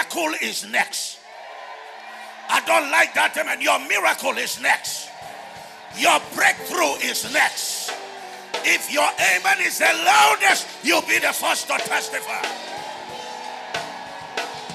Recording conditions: live audience